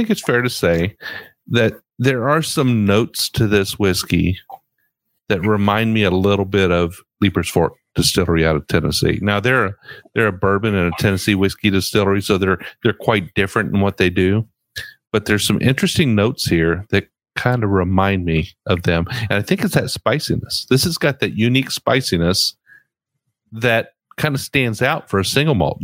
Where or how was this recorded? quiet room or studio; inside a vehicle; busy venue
quiet room or studio